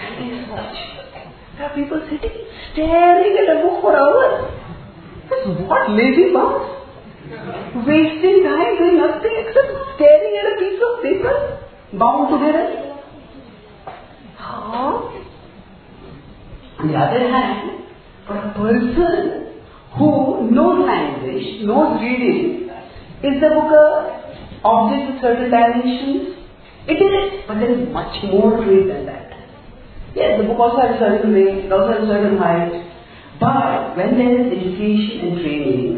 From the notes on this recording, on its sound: A talk given at the youth festival Prerana in May 2011